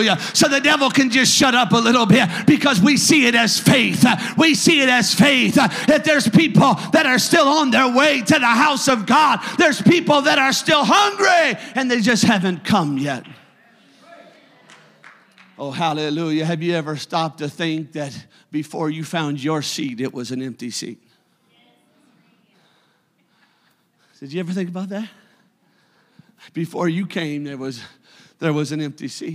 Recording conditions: large echoing room